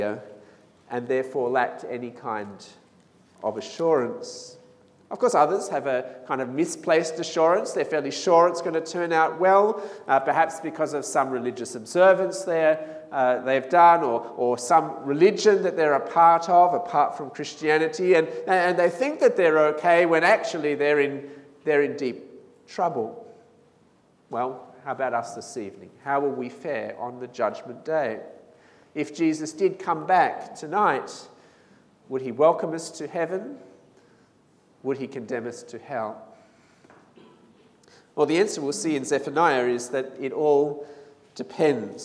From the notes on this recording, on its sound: This sermon was preached at St Mary's Cathedral on 15th December 2019.